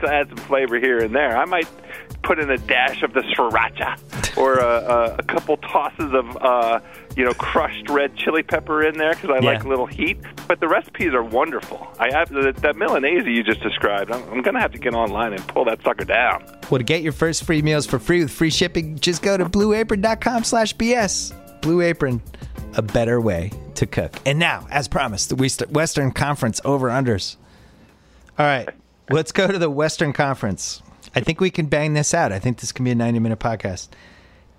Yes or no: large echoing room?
no